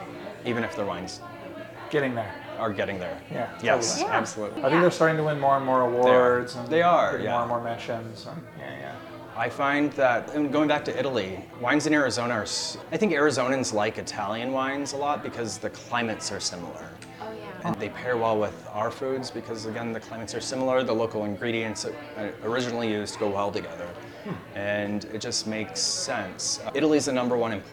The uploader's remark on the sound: This week we report live from the Foodie 500 mixer